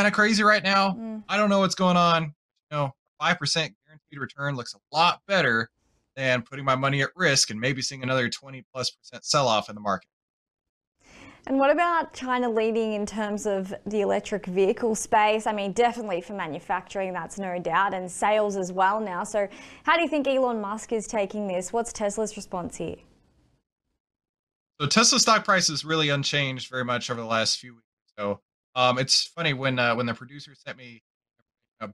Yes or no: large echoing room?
no